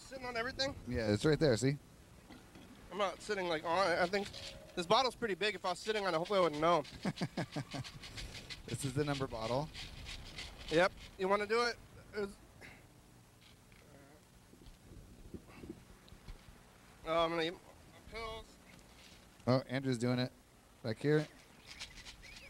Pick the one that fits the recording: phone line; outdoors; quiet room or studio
outdoors